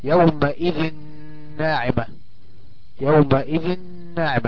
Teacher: بتتحول كأنها نونين ورا بعض، هي فعلا نونين، فتنطق كأنها نون واحدة مشددة